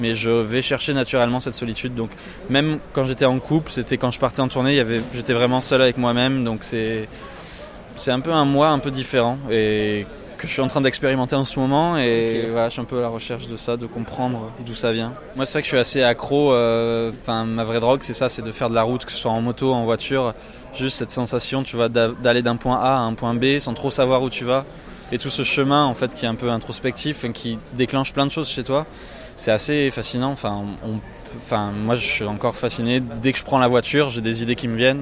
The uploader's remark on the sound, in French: Un épisode enregistré aux Transmusicales de Rennes, juste après le concert, avec deux chansons en acoustique.